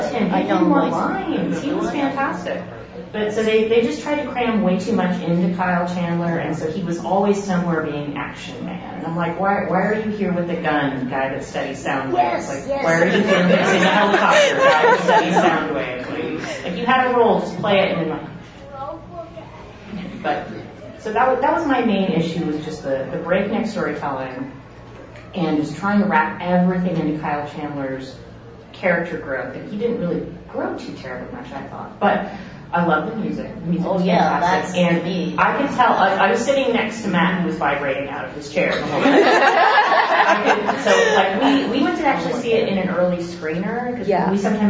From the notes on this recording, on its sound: Live from G-fest 2019.